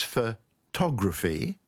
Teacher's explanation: photography, with the stress on the second syllable